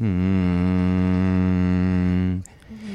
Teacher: your back of your tongue is actually pushing against the back of your throat in a way of channeling the sound through your nose